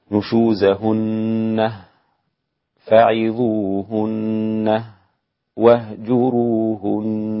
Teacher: الإمام يعقوب إذا وقف على النون المشددة نشوزهن فعظوهن واهجروهن، وقف بهاء السكت، وقف بهاء السكت هكذا: نشوزهن فعظوهن واهجروهن، ثم إذا وصل لا يقف بهاء السكت، طبعا ليس هناك هاء سكت.